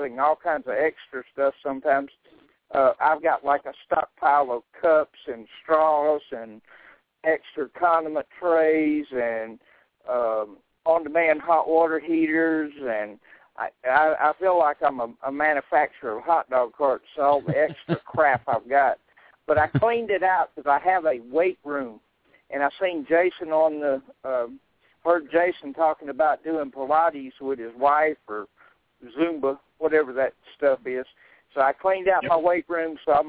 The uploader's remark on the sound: We take live hot dog vendor and street food vendor callers